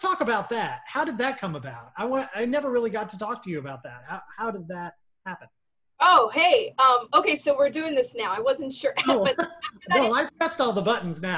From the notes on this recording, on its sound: Recorded via Zoom.